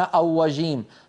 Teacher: إن استعملنا الشفتين في الراء خرج معنا أوجيم، صار الصوت أقرب إلى حرف الواو